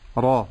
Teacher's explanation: الراء بعد ذلك مفتوحة في المرتبة الثانية من التفخيم، أقول را ولا أقول را ولا أقول خا.